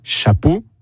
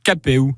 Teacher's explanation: le « eau » en français, en provençal, devient « eu »